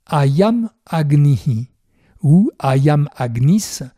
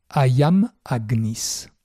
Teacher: en remplaçant le visarga H pointé par la sifflante finale Ayam Agnis.